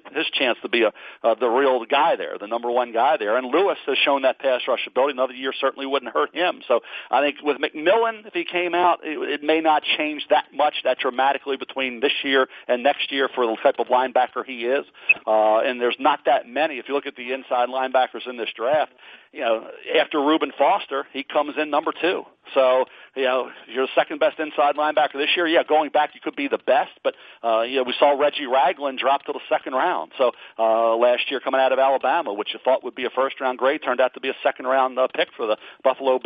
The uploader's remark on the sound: NFL Draft Conference Call